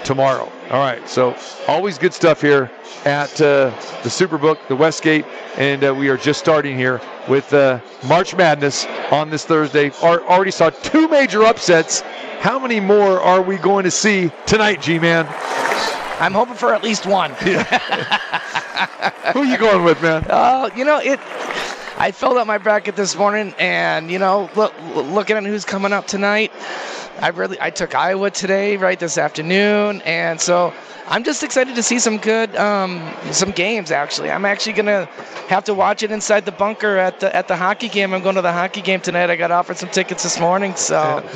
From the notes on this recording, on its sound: Live from the Superbook at The Westgate Las Vegas